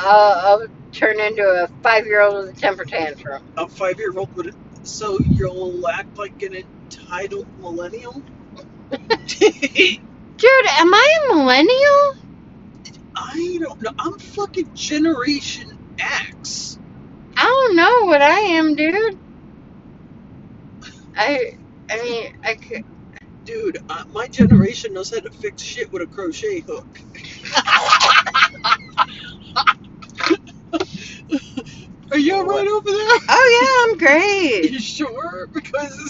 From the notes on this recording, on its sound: 2 girls in a car driving to Georgia at 2 am